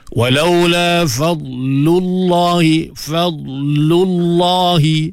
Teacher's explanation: Lam pertama nipih, lam kedua tebal. Jadi kemungkinan untuk salah tu tinggilah. · Fadlullah, lam pada kalimah fadlu tu kita tebai dah, jadi salah lah. Lam tu nipih, lam pada lafzul jalalah tu yang dibaca dengan taghliz, dengan tebal.